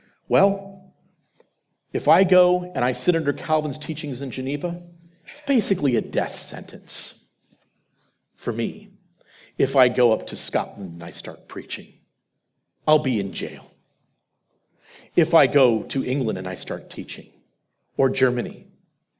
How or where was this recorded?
live audience